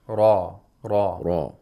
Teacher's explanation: The ra has tafkhim. It means you have to read it with velarization. The ra should be velarized.